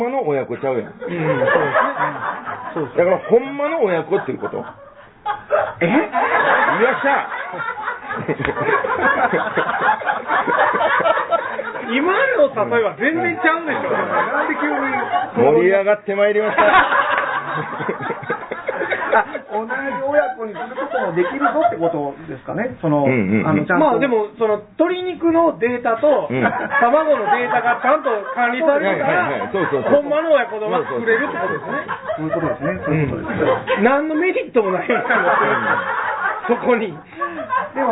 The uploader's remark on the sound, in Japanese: ツギハギ荘にて開催された。公開収録。